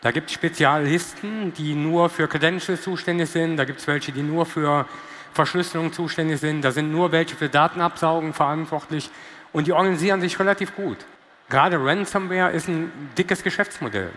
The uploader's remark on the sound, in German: Diese Bonusfolge ist ein Mitschnitt des Panels. Auf der Vodafone Red Stage der OMR. In Hamburg.